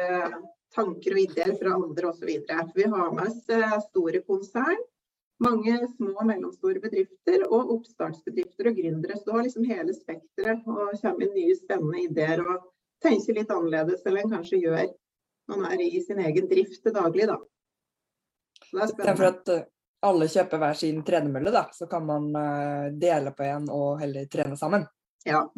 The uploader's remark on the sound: Live Zoom